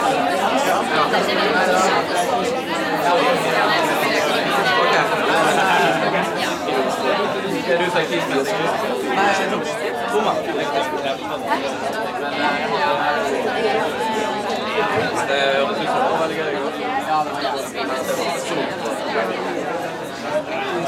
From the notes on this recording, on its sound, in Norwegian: Lyden av mange mennesker som prater, ler, drikker og spiser.